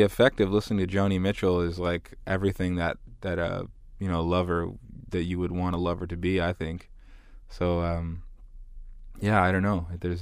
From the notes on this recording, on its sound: crammed ourselves into his tour van after soundcheck with a hot cup of tea